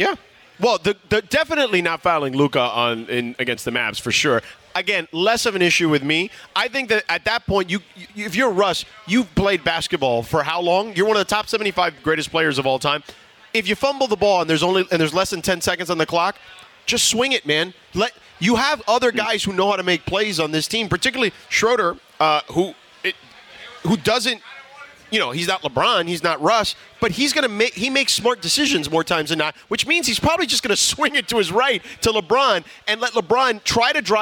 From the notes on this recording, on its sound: we are are LIVE from Yaamava Casino & Resort